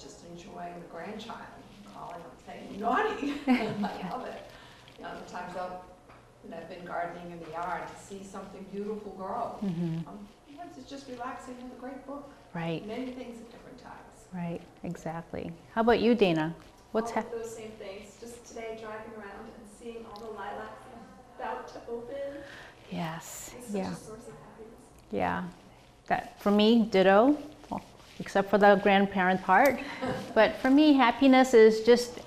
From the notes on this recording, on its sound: This is a recording of a presentation from the Ames Free Library in Easton Massachusetts.